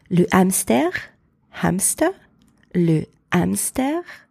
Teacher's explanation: So you can see it is the exact same word as in English, but we are not pronouncing the H at all. The H is silent.